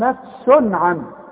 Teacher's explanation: طب تنوين هنا ضمتين، نفس وبعدها عين، العين من حروف الايه الاظهار، يبقى انا مش هغن هنا، هقول نفس عنه ما غنش.